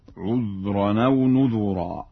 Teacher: فإن ورشا يقرأ بضم الذال في لفظ نذرا